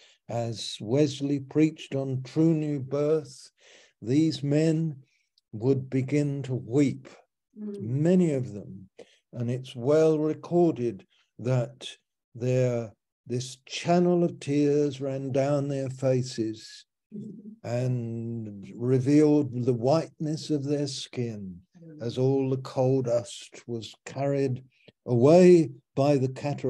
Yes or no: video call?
yes